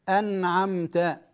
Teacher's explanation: النون مع العين حكمها الإظهار، يعني تكون واضحة